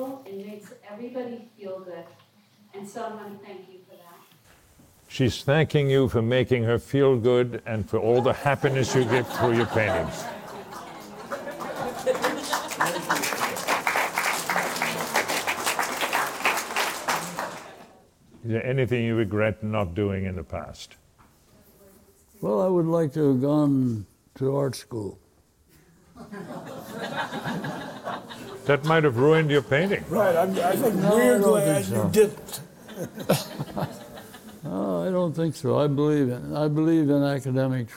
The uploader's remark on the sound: Recorded in front of a live audience at Acquavella Galleries in New York.